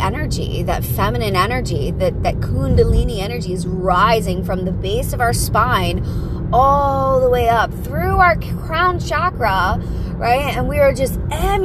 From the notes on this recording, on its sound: Pep talk in the car.